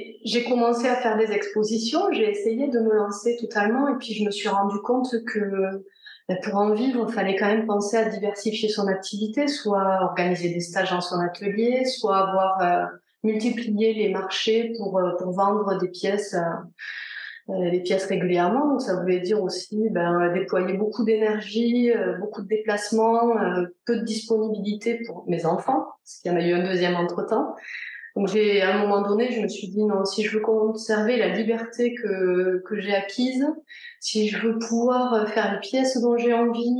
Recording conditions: video call